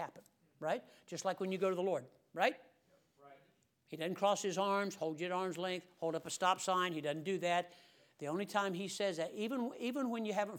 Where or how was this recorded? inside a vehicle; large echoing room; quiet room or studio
large echoing room